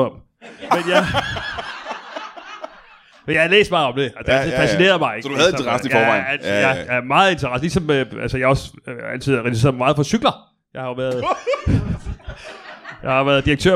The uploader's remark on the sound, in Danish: LIVE fra Kolding